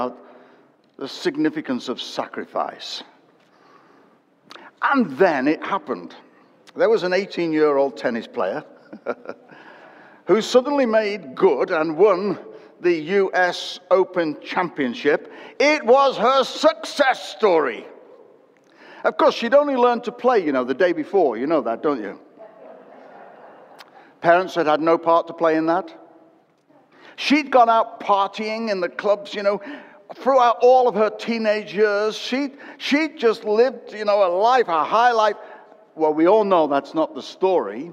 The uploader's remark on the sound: Recorded at Destiny Christian Church, UK, WF1 4AF.